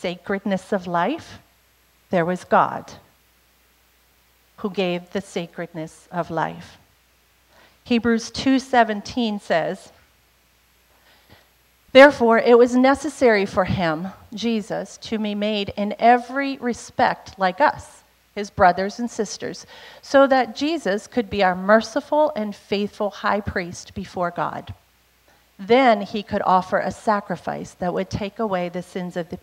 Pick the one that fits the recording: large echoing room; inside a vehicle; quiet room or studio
large echoing room